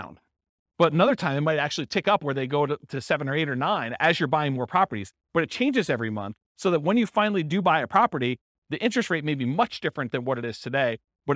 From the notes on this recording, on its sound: This was a live class recorded